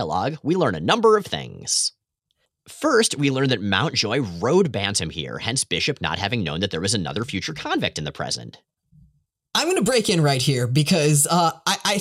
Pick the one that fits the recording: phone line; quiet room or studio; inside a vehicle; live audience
quiet room or studio